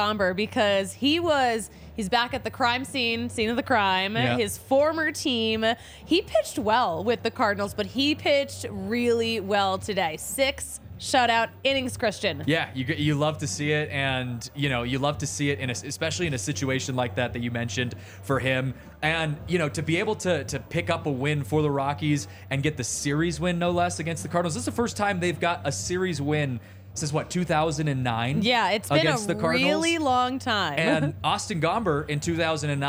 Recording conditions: busy venue